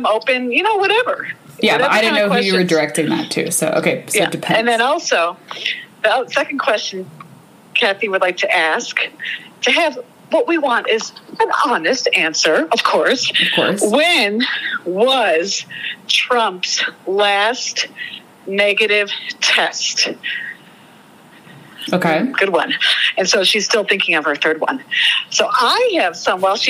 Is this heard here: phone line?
yes